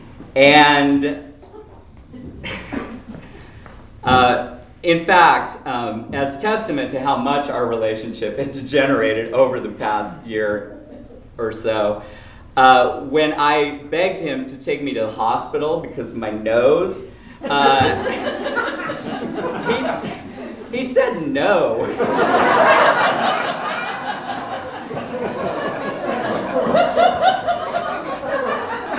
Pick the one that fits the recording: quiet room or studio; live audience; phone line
live audience